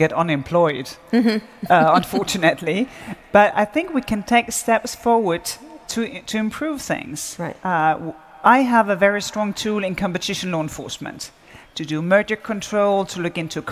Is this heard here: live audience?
yes